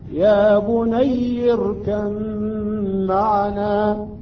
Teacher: هنا مع الغنة ومقدار حركتين تصبح ميم مشددة. تصبح عندنا ميم مشددة.